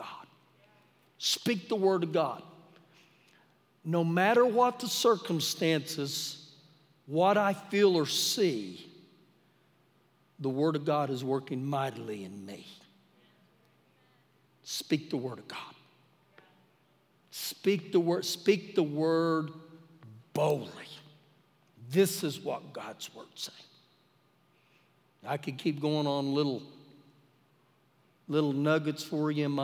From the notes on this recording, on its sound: Recorded live during our Wednesday night service